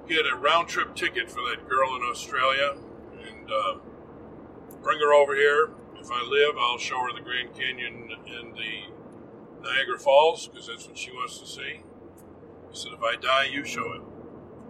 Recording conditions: inside a vehicle